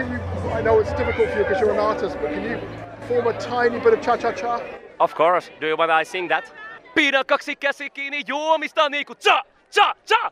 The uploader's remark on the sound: Live from Eurovision 2023. We cross to Liverpool to chat with Newstalk reporter.